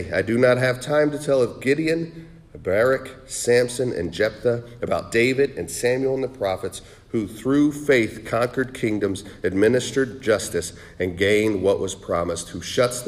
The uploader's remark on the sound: Sermon preached on November 19, 2023 at The Salvation Army Augusta Kroc Center